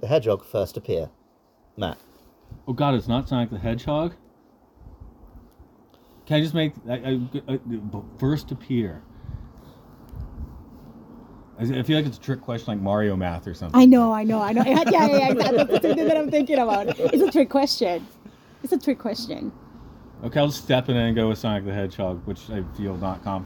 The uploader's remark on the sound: This episode was recorded in-person on the side of a temple